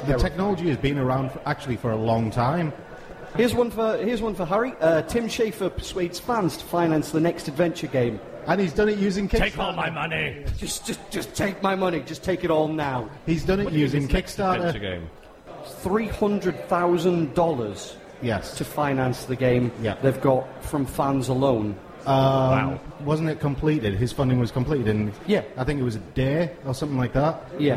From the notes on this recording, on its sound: Animex 2012 saw our very first live recording of The Geek Show. This download version saw us interview some amazing people live on the show.